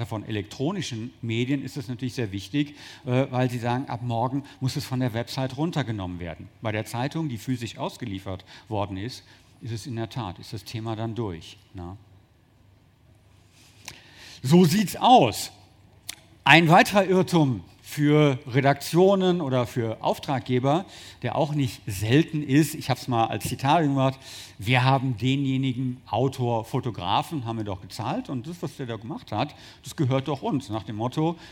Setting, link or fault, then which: setting, busy venue